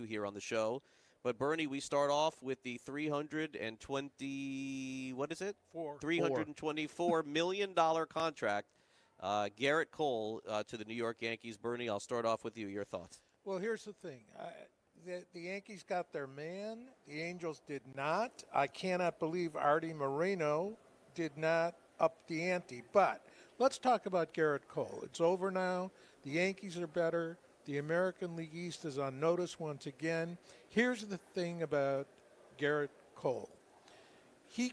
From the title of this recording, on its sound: LIVE FROM THE MLB WINTER MEETINGS